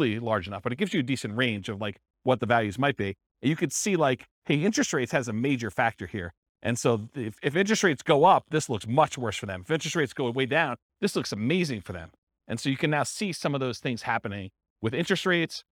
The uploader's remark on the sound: This was a live class recorded